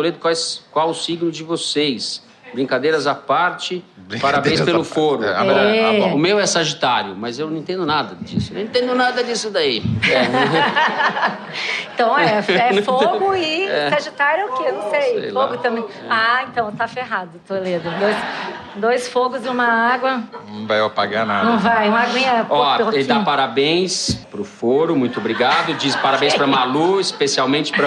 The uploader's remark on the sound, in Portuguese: Ao vivo no Festival